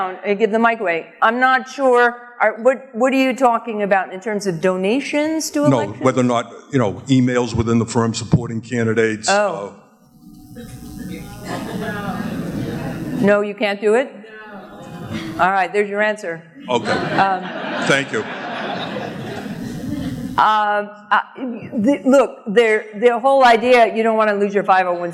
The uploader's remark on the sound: AAFCPAs Seminar Keynote. Answers specific case questions from audience members.